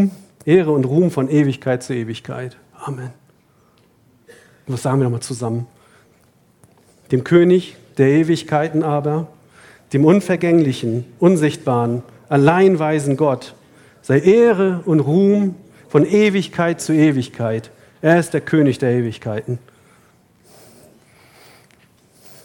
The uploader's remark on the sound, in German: Vortrag vom Männerbrunch. Nach einem reichhaltigen Brunch vom Buffet hält ein Referent einen Vortrag zu einem biblischen Thema und es gibt Zeit für den persönlichen Austausch.